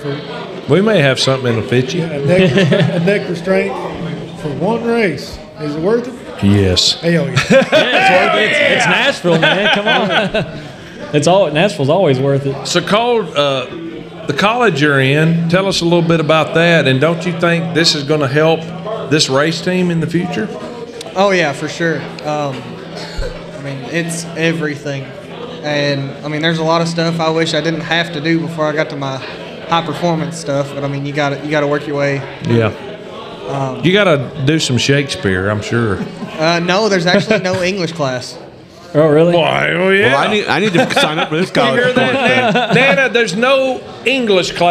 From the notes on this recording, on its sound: LIVE from the Brickyard Cafe